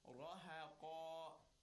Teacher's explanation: Because the Qa itself is a tafkhim letter, the alif and that stretch that follows has to continue that tafkhim, has to continue that heavy voice and the rounded sound. رَهَقًا. And keep in mind, the ha in between, mind you, is not a tafkhim letter, it's a tarqiq letter.